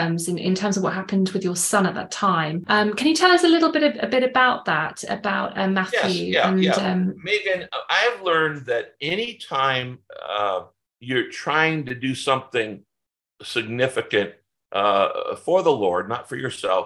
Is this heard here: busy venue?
no